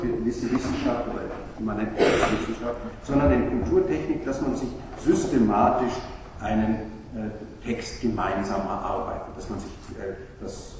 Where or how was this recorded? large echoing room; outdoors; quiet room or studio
large echoing room